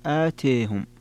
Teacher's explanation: وفيها عند الكسائي وحمزة الإمالة وخلف والتقليل لورش